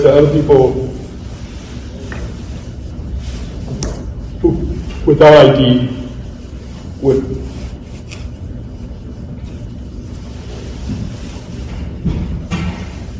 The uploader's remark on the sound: Recorded Live from the 2022 Special Olympics USA Games in Orlando, Florida. Special Olympics Athlete Panel & Unified Leadership Introduction Training Presented to Coca-Cola employees.